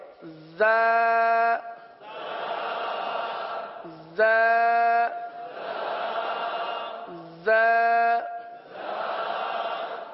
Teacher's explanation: زبان کی نوک اور دونوں دانتوں کے اندرونی کنارے، جب ہم دونوں دانت بند کر لیں گے، جب ہم دونوں دانت بند کر لیں گے تو اب یہ دونوں کے کنارے پر زبان لگانا آسان ہو جائے گا. ویسے زبان زیادہ تر نیچے کی جانب رہتی ہے اور نیچے کی جانب رہ کر زا سیٹی کی آواز کی طرح اس حرف کی آواز نکلتی ہے · زا کا مخرج پہلے سماعت کر لیجئے. زا یہ زبان کی نوک اور دونوں دانتوں کے اندرونی کنارے سے ادا ہوتے ہیں. زبان کی نوک اور دونوں دانتوں کے اندرونی کنارے، جب ہم دونوں دانت بند کر لیں گے، جب ہم دونوں دانت بند کر لیں گے تو اب یہ دونوں کے کنارے پر زبان لگانا آسان ہو جائے گا.